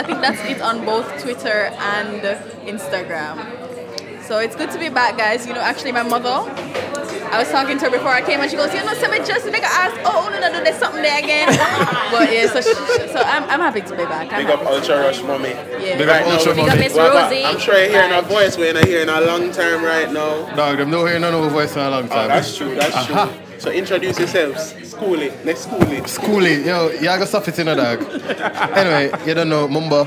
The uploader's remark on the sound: Season 4 Premiere LIVE! For our first time we're live at Marianna's Kitchen.